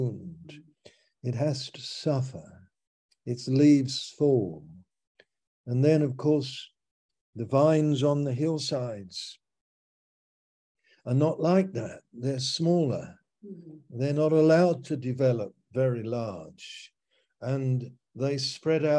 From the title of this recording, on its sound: Malaysia Meets (Zoom)